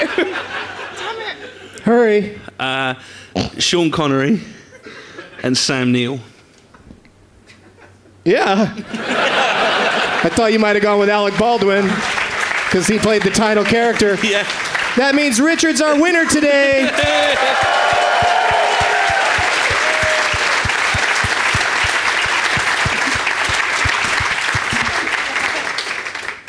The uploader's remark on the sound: Live from the Leicester Square Theatre in London, England